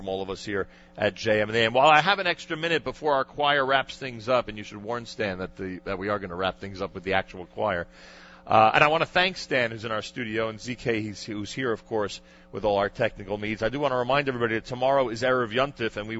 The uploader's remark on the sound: Live Remote Alert! Live from Rav Teitz Mesivta Academy (RTMA) in Elizabeth, NJ.